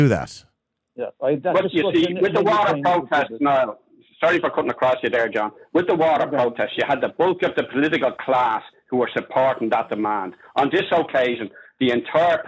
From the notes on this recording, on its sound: opens the phone lines to invite callers to join the conversation